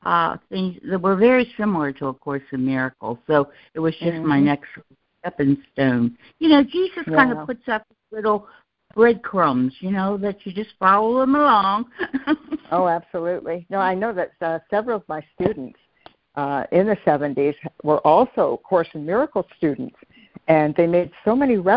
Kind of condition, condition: link, phone line